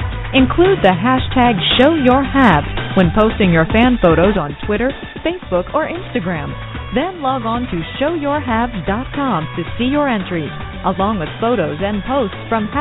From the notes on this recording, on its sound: we take your phone calls